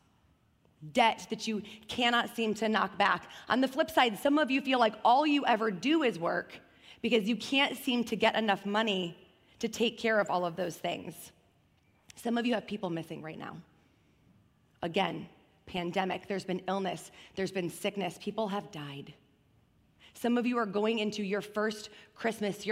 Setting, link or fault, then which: setting, large echoing room